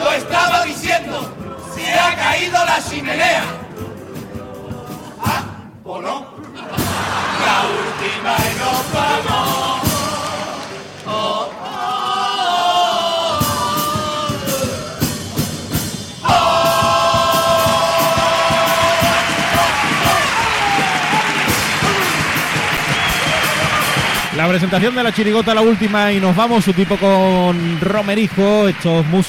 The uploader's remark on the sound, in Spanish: En directo desde el Gran Teatro Falla de Cádiz